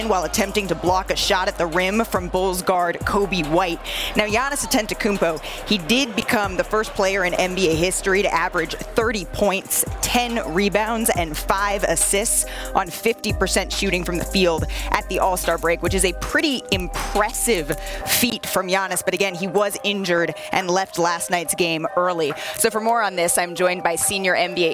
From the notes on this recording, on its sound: Live from All-Star Weekend in Salt Lake City!